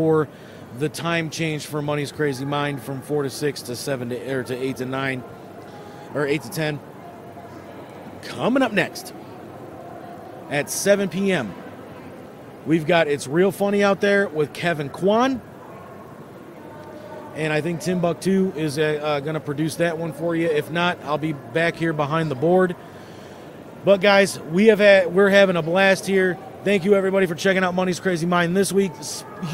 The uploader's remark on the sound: Live from the IX Center Piston Powered Auto-Rama